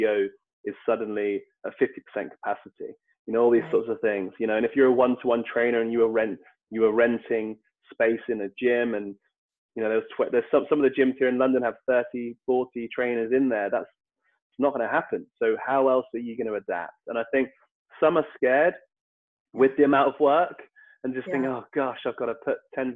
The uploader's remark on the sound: via Zoom so please excuse the audio quality